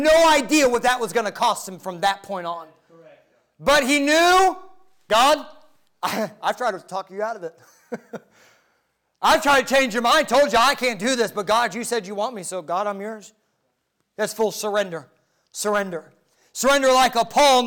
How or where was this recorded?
large echoing room